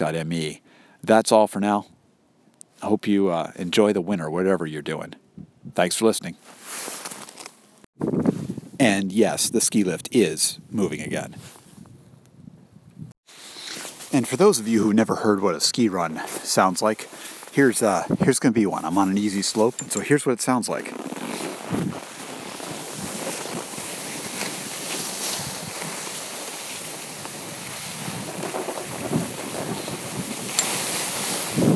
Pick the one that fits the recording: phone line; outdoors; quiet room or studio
outdoors